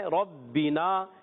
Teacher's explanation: با کا مخرج ہوتا ہے ہونٹوں کا تر حصہ